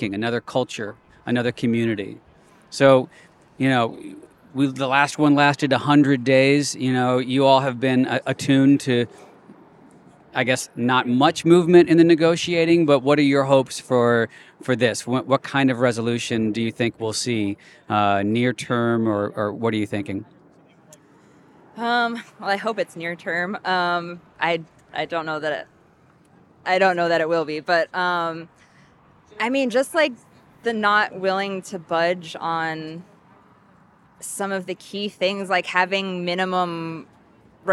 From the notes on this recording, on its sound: Live from the Picket Line. Recorded voices from the picket line.